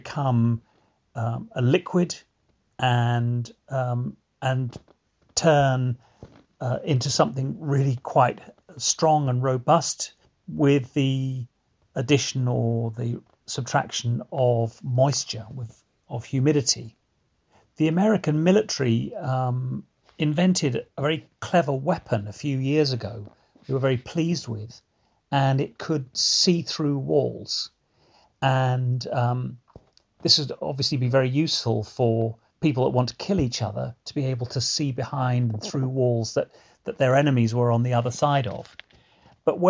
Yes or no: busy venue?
no